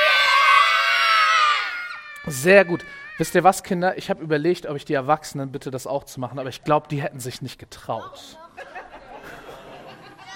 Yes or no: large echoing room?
yes